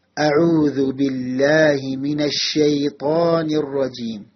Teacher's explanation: ഷീന് പുറപ്പെടുന്നത് നാവിന്റെ മധ്യഭാഗവും മേലണ്ണാക്കും ചേർന്നുകൊണ്ടാണ്.